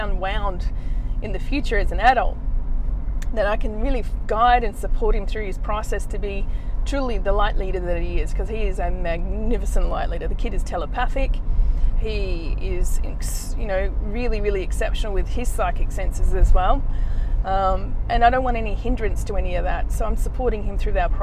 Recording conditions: inside a vehicle